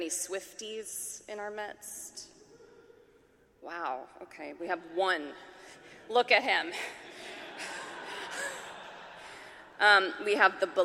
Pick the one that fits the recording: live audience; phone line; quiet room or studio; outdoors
live audience